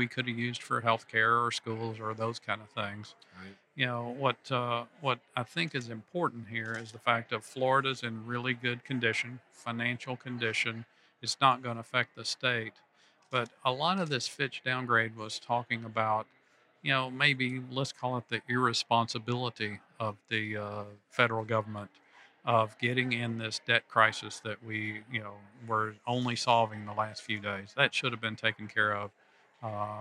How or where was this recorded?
busy venue